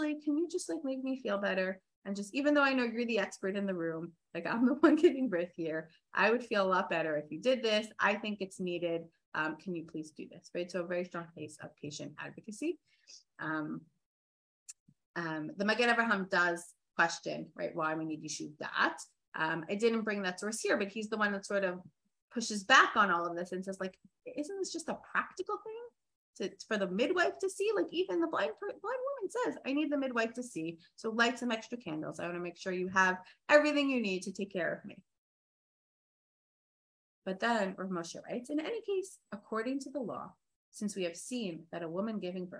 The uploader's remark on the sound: This audio was originally captured from Zoom